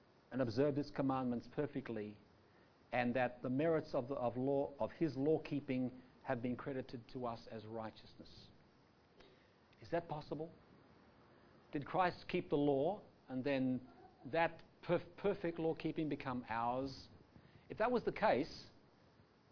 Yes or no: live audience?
yes